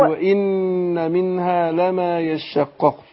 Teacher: النون مشددة تأخذ غنة حركتين